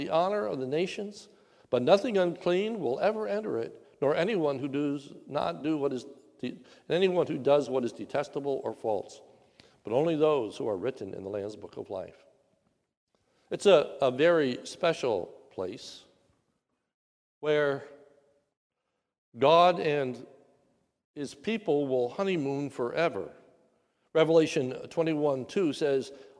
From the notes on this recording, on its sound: This is a sermon recorded at the Lebanon Bible Fellowship Church in Lebanon, PA. During the Maundy Thursday Service.